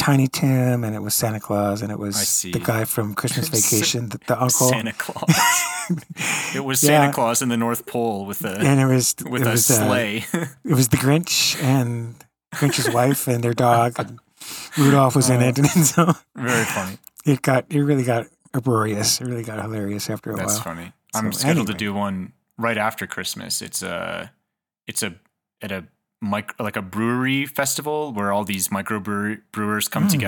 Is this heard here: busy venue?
no